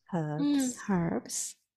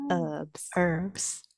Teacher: In the UK, we say the H, herbs. · Shown in: first take · Herbs. In America, they don't, so it's herbs.